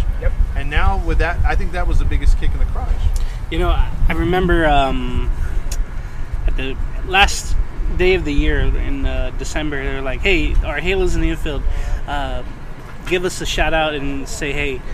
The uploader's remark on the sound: Replay of the live from the Tailgate.